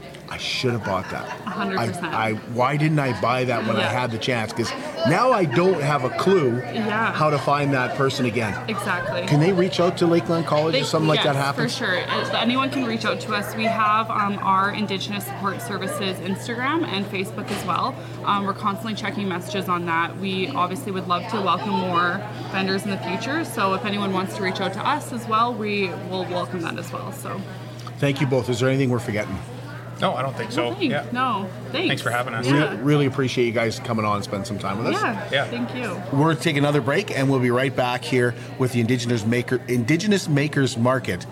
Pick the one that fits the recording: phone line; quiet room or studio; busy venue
busy venue